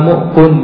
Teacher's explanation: بضم الميم وبعدها همزة ساكنة